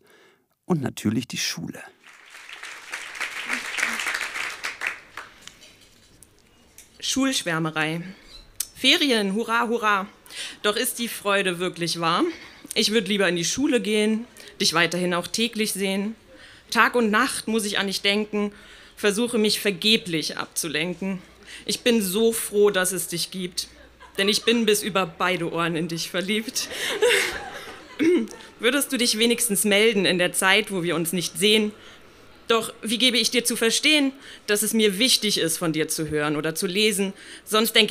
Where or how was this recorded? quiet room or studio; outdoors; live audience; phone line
live audience